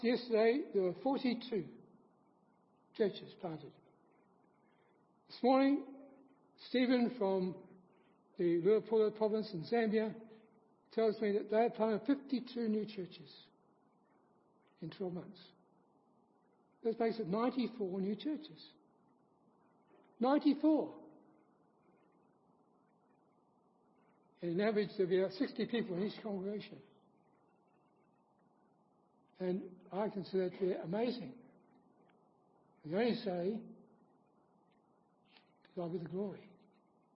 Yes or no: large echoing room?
yes